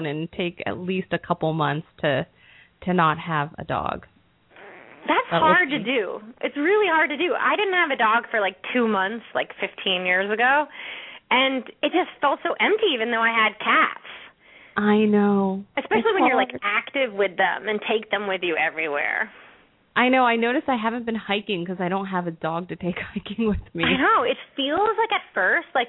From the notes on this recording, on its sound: open up the lines for listeners to call